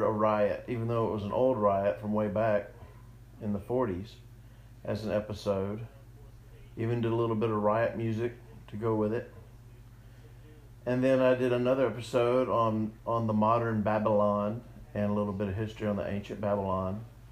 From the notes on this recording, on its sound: audio difference from voice to music, sorry